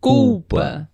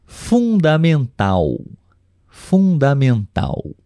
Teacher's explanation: Nós temos a letra L, mas o som é de U.